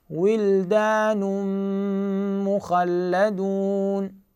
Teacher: نطي غنة مقدار حركتين